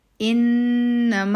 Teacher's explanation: په انما کې نون مشدد دی، غنه بکو